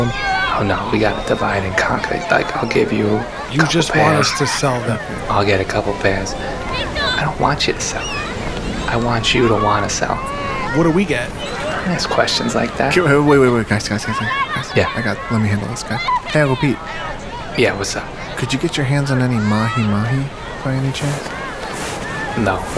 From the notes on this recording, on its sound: The boys are on a luxurious private beach and decide to record square in the middle of the resort's finest hotel lobby.